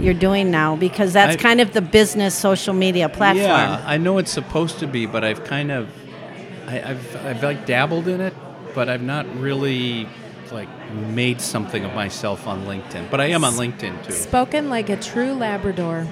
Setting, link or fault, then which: setting, busy venue